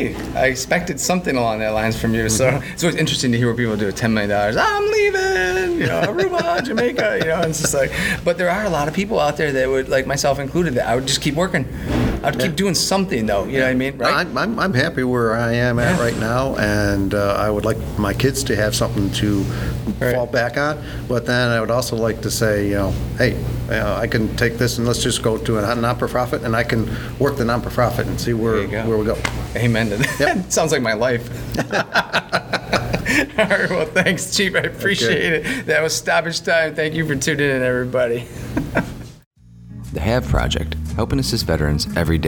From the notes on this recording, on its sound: Recorded at This Little Pig Restaurant.